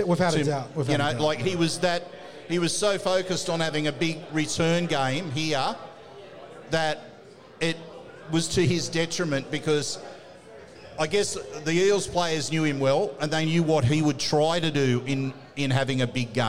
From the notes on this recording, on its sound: The Tip Sheet is live from Jacks Bar & Grill